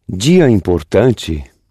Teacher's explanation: So in Brazilian, the letters D and T before E and I change from D to J and from T to CH.